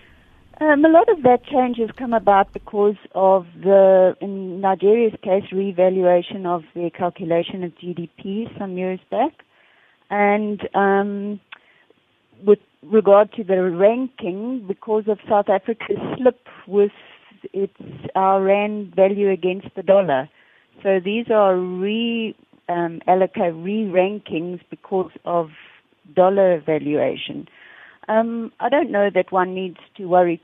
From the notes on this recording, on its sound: We are joined on the line. Correspondent based in Kigali, Rwanda.